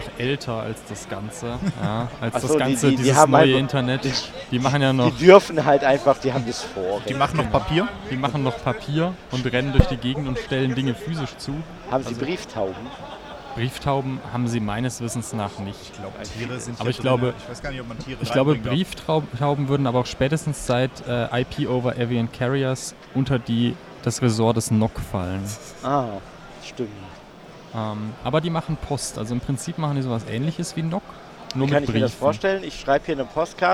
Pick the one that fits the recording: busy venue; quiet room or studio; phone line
busy venue